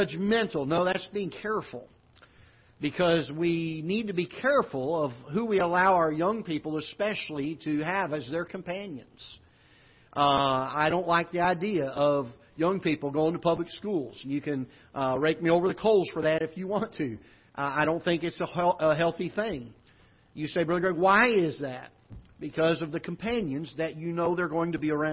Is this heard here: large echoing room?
yes